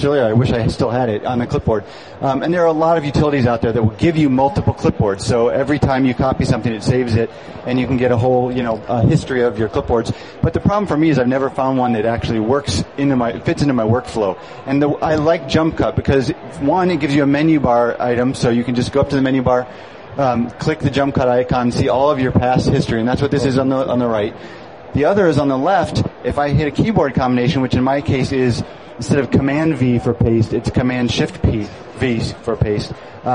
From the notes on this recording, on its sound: Live at Macworld Expo 2007.